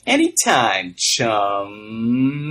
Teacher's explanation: Bart says, anytime, chum. And he ends it with a nice ejective P.